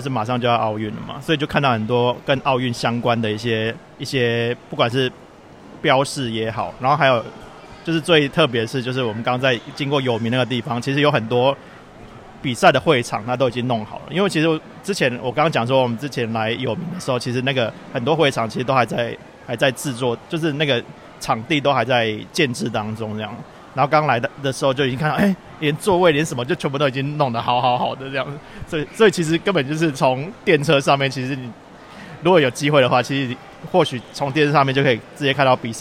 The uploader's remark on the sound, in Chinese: 在台場現場收音